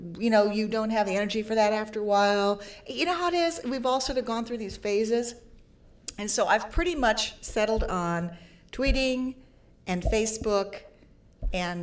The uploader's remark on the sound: Panel at #Media99 Summit